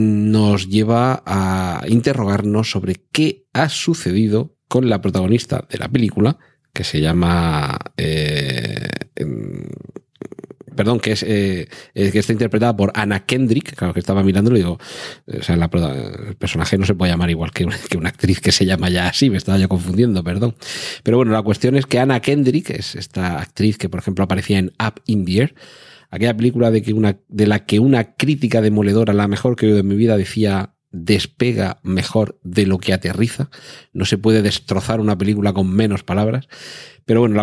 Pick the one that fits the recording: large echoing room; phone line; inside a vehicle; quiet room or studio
quiet room or studio